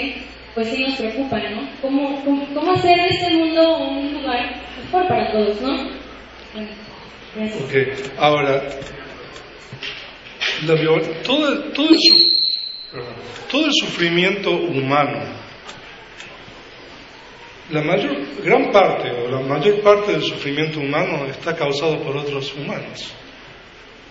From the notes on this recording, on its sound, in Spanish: impartida en el Segundo Foro de Ética y Derechos Humanos, el 22 de marzo, 2017, en la Facultad de Filosofía de la Universidad Veracruzana, México